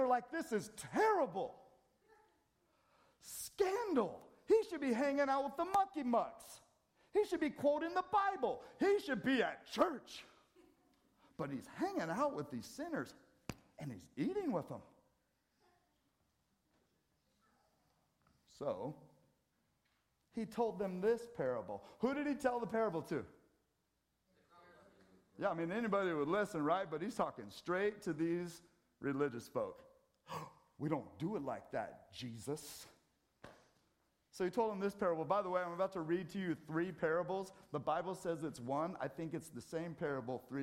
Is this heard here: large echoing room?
yes